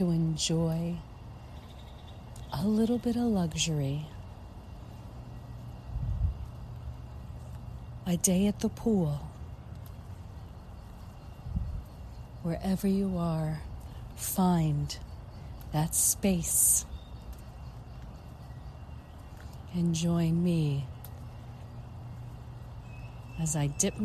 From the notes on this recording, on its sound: LIVE from Las Vegas Mirage. Poolside at the Mirage in Las Vegas, Nevada, USA. This is a special on location Walk and Talk of our Mindfulness Summer Tour 2022.